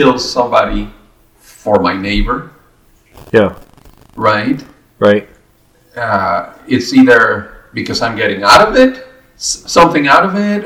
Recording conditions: poor sound quality